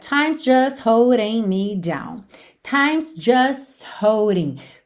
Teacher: Percebe como a gente... nem passa pelo T de just.